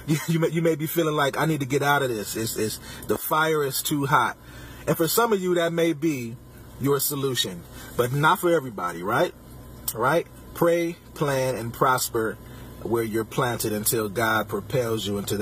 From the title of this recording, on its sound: Podcasting from my car